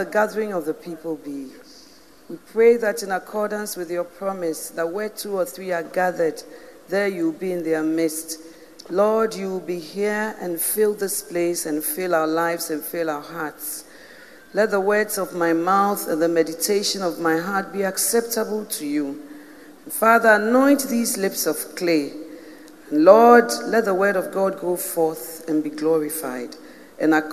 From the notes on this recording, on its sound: Preached in 2017 at The Spiritual Woman Conference